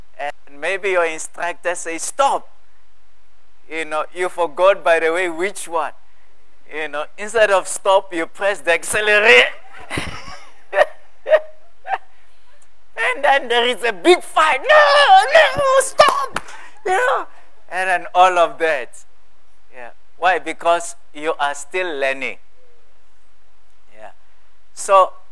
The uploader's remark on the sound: at God's Tabernacle Christian Family Church's evening service on the 16 of April 2023